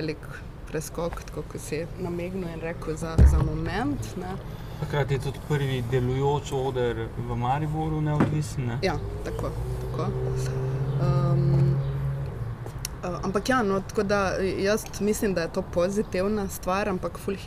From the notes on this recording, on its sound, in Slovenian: na ulici pred hišo ter pred publiko